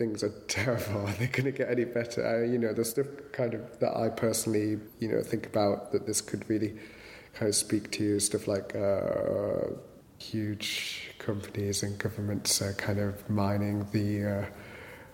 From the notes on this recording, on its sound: At St Chad’s College Chapel, as part of Durham Book Festival in October 2015. The Poetry Exchange at St Chad’s College Chapel, as part of Durham Book Festival in October 2015. We’re very grateful to Durham Book Festival, New Writing North and St Chad’s College for hosting The Poetry Exchange.